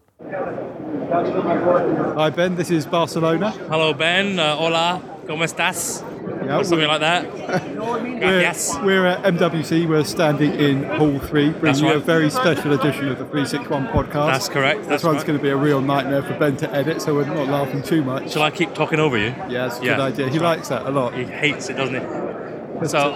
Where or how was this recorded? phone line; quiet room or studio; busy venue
busy venue